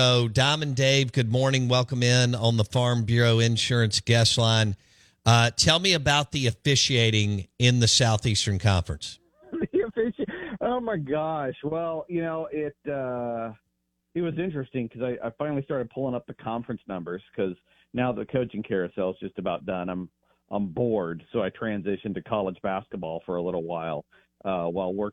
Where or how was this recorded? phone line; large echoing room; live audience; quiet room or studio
phone line